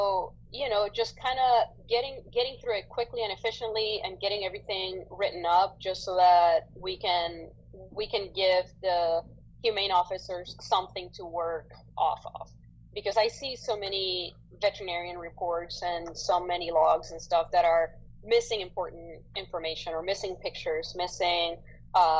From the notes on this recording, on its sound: Weathered technical issues and kept it vib'en thee intire episode.